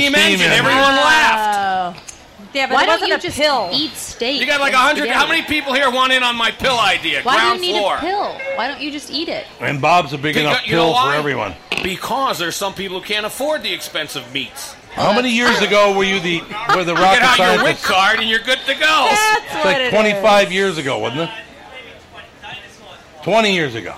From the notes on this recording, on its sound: Live at the State Fair. Ten years ago, the family decided to broadcast live from the Minnesota state fair.